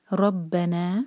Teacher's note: را پر فتحہ، تو را کو منہ بھر کر پڑھیں، اس کو باریک نہیں پڑھنا ہے، اس کو بھاری پڑھنا ہے. ربنا، با پر شدہ تو اسٹرانگ.